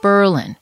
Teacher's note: You stress the burr. It's not like the city in Germany.